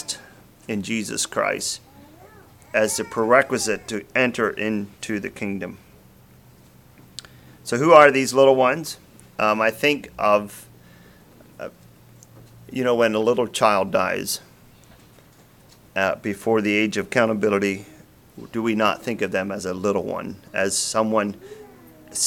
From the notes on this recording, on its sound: Message preached at Word of Hope on September 3, 2023